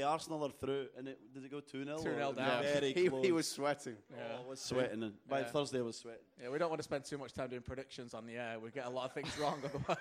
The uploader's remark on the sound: TSN panel at Footy Talk 5.